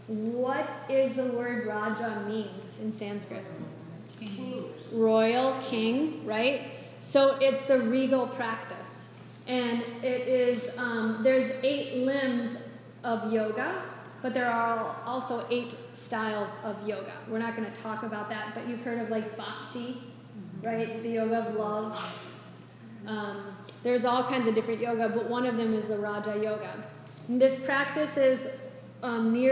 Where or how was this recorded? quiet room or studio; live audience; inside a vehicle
live audience